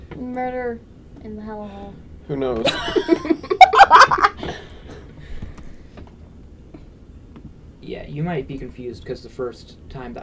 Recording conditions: poor sound quality